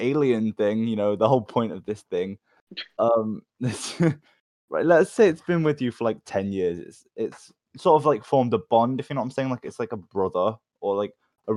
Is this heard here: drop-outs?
yes